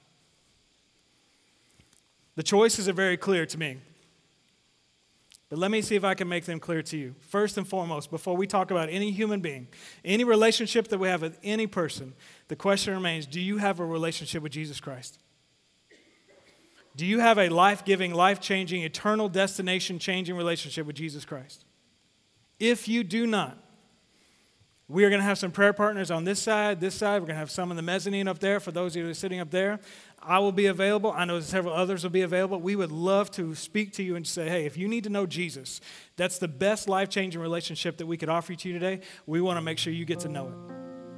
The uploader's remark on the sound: Sermon series at The Fellowship in Nashville. Recorded live at The Fellowship at Two Rivers.